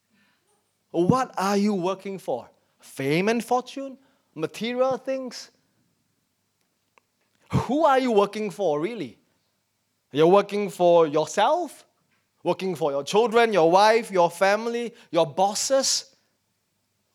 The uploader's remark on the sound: In our first service back at church. As we start returning to in-person services as a church family.